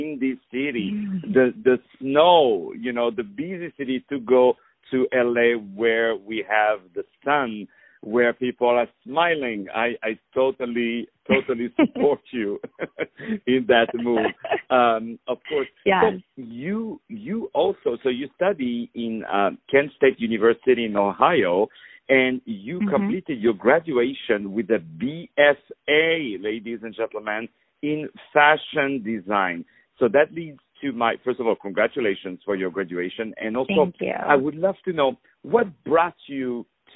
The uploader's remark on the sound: On the phone